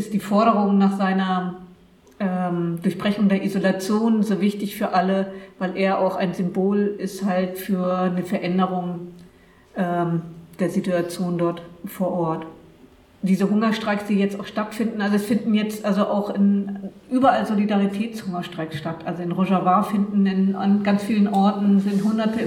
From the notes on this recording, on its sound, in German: Mitschnitte des TATORT Kurdistan Cafés. Im Centro Sociale, Hamburg.